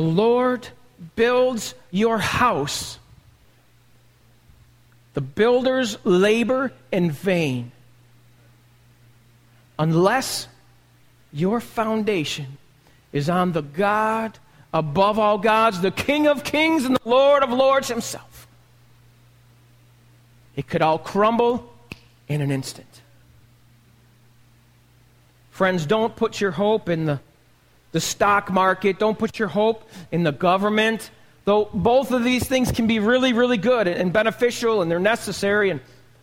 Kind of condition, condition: setting, large echoing room